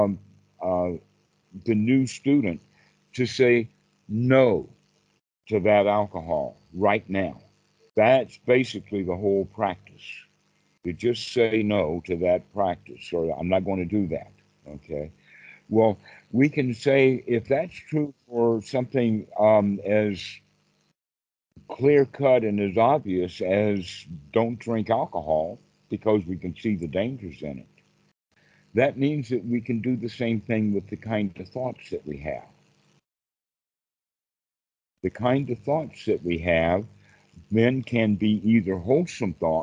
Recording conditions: video call